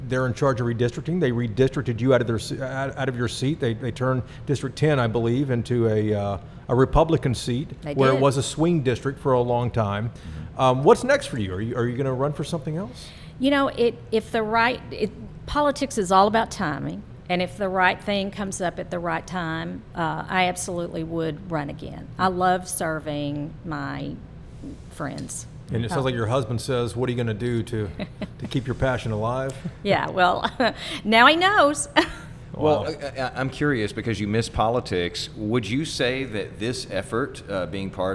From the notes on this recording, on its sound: Recorded live at The Texas Ale Project in Dallas.